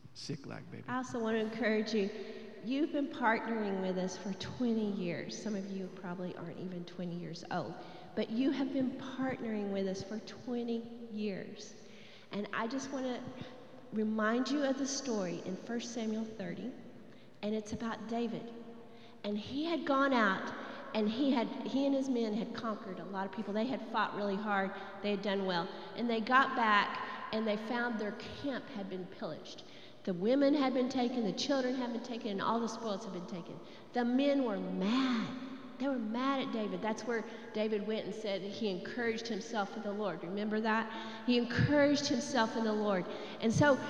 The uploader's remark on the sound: Recorded live during our Wednesday night service